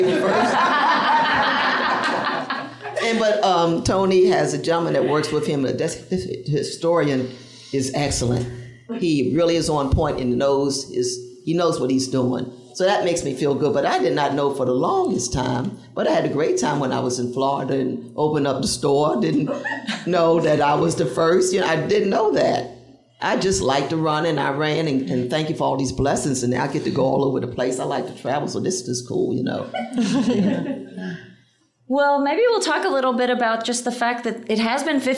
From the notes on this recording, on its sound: This is a live recording. To celebrate 50 years of women running the Boston Marathon.